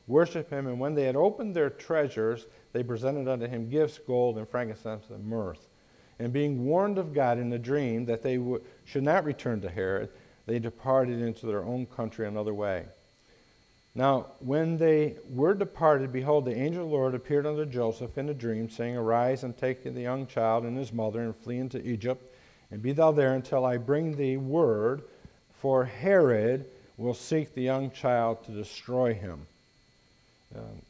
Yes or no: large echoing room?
yes